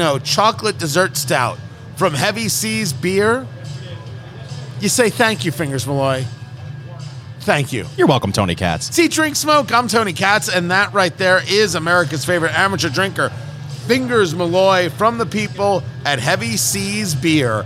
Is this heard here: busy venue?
yes